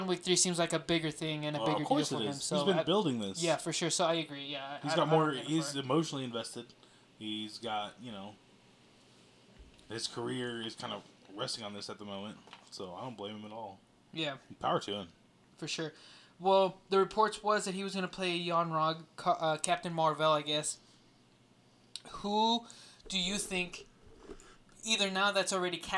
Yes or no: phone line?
no